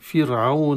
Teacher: راء مرققة في فرعون قبلها كسرة